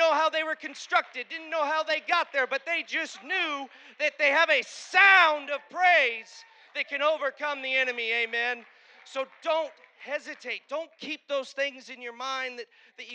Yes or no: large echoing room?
yes